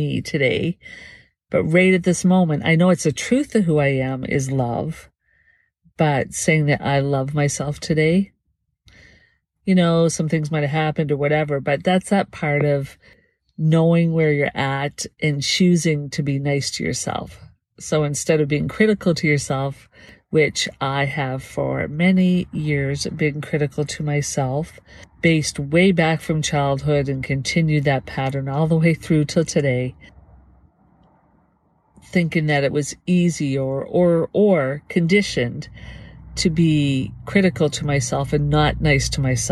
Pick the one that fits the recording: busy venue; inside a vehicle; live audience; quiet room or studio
inside a vehicle